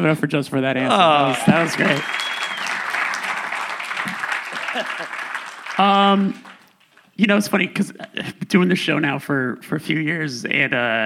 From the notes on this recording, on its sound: (LIVE EPISODE). Recorded in Los Angeles in front of an audience at Braindead Studios.